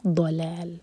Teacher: ضاد زبان کی سائڈ سے پڑھا جائے گا اور منہ بھر کر دلال نہیں کہنا ضلال ضاد ہیوی لام لائٹ ضلال مبین آیہ 55 قالو یہاں